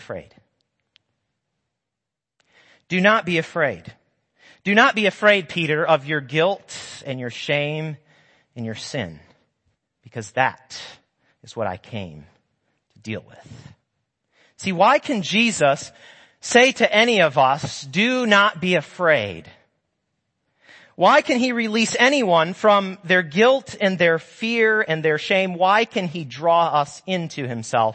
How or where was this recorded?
large echoing room